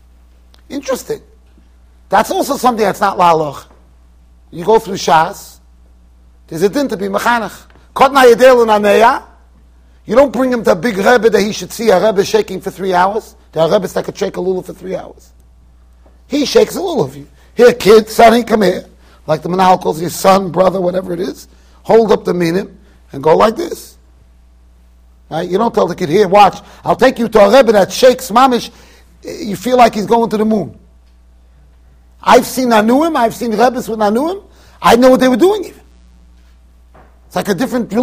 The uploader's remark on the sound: Shiur recorded in Yeshivas Ohr Reuven, Monsey NY.